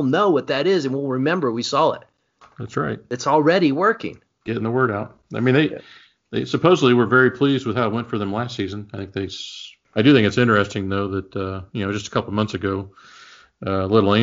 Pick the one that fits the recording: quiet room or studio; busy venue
quiet room or studio